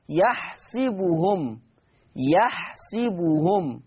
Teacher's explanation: ورش يقرأ بكسر السين، ورش يقرأ بكسر السين، فتصير يحسبهم، يحسبهم هكذا.